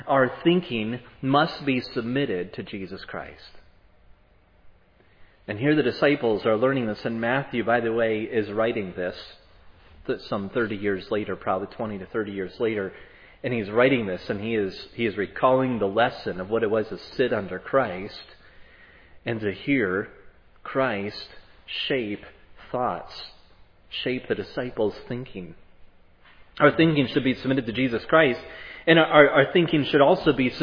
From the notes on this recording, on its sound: was preached at Providence Church